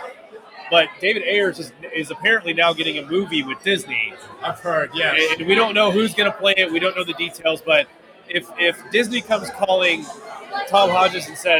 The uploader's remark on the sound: Recorded live on location at Northside Drafthouse in Richardson, TX